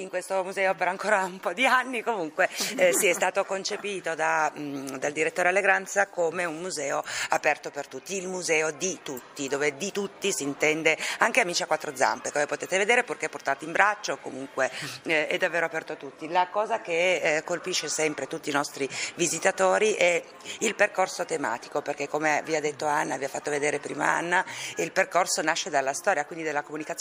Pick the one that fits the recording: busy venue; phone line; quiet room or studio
busy venue